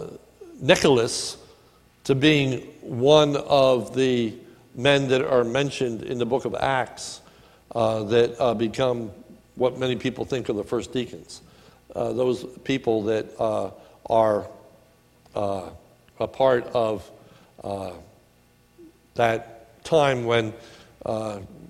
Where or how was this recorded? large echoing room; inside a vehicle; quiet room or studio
large echoing room